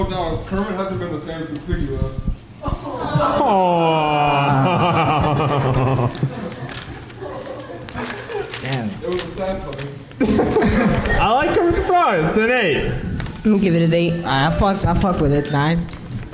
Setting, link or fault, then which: setting, busy venue